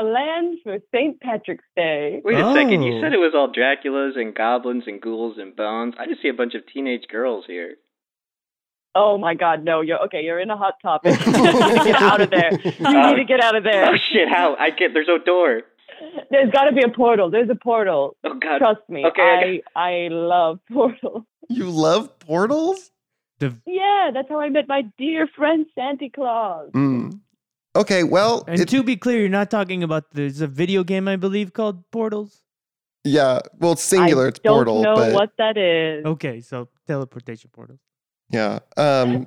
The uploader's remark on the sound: We do finally get some callers, but none of you called.